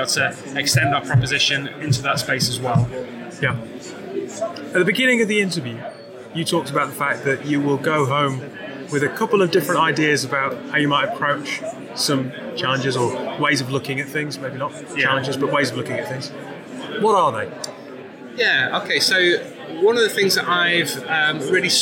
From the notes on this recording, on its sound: During two days of workshops, fireside chats and talks, we grabbed 14 leaders and founders to share their views on the sector, and tell us why they were there. The selection from the conference floor.